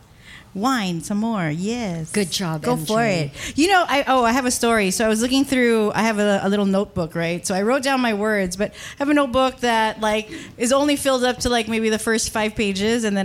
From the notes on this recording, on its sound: Part deux of the live show recording.